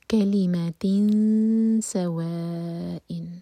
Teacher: نون کی آواز کو چھپائیں گے اور سین کے لیے زبان تیار کریں گے تو اخفا ہوگا سین کے لیے.